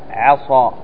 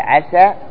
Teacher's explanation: فخم الصاد ورقق السين